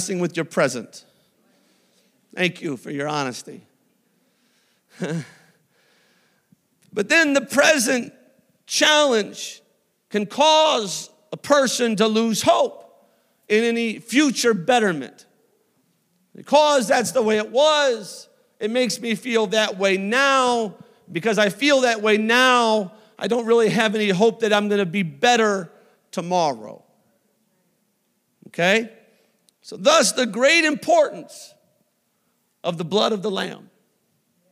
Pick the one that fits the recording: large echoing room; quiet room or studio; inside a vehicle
large echoing room